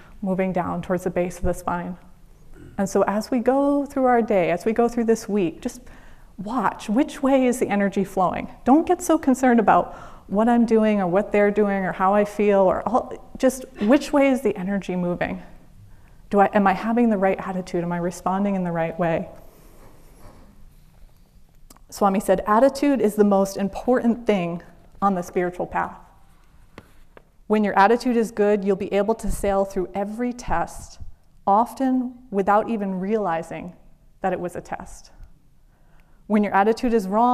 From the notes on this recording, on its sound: Sunday Service talk recorded at Ananda Village on May 7th 2023